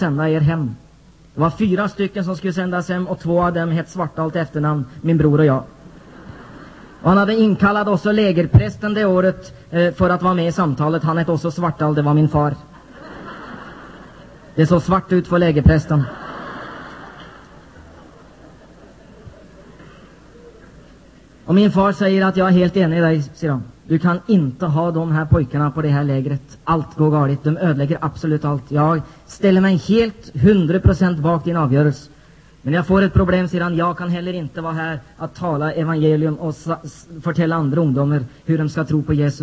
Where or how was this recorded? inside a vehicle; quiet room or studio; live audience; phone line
live audience